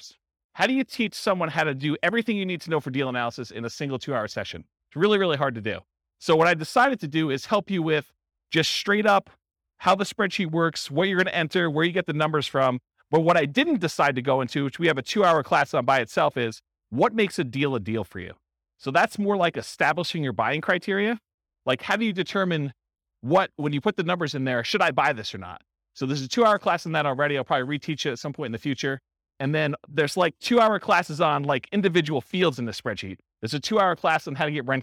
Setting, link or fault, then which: setting, live audience